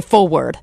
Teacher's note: East Coasters, and they all say forward. Yeah, they drop that R.